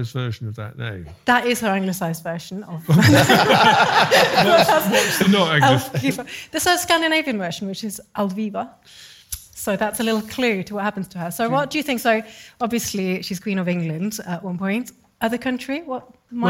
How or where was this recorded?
live audience